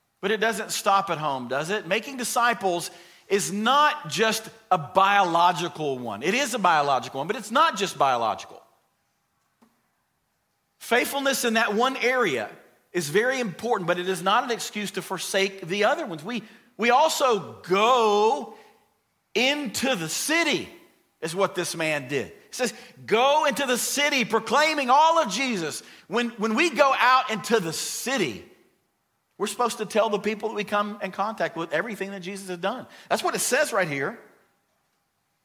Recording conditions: large echoing room